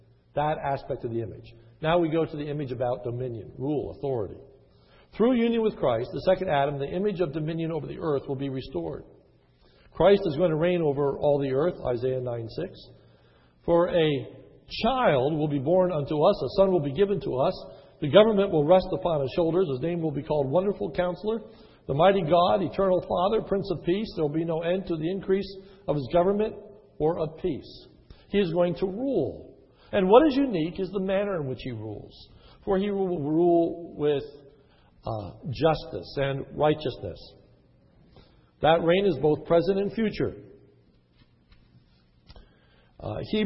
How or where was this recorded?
large echoing room